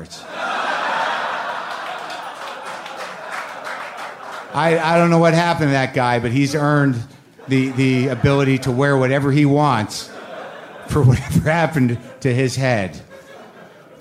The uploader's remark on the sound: Live From Montreal. Recorded at the Montreal Just for Laughs Comedy Festival.